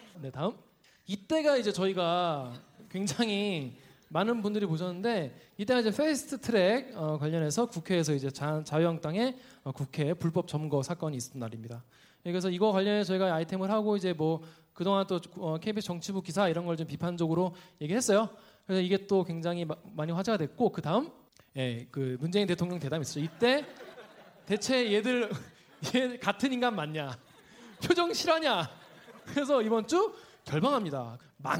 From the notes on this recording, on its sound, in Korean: 공개방송.